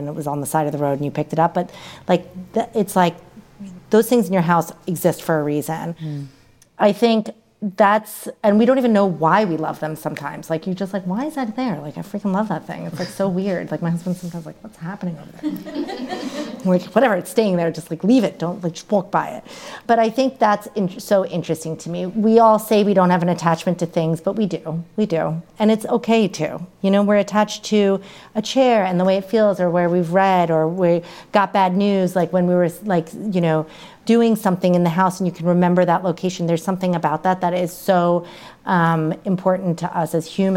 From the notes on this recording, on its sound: LIVE at Hunker House. Hunker House in Venice, CA for a live recording of the Being Home With Hunker podcast.